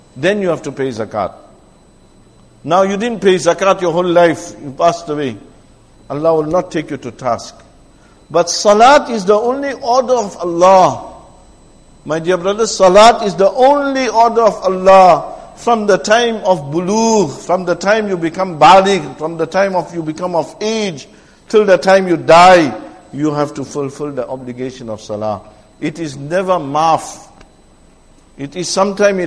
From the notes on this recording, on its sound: Jumuah lecture at Masjid e Tazkiyah